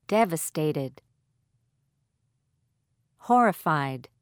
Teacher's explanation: Stress on first syllable.